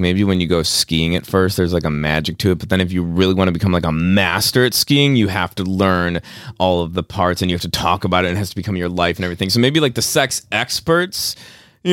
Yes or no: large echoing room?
no